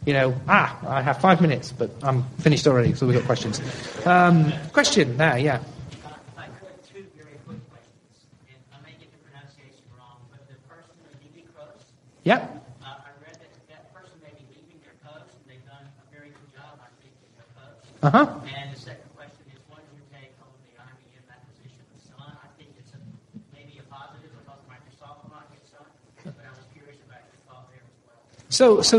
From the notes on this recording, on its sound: Libre Planet 2009 conference. The event was held at the Harvard Science Center, Cambridge, MA.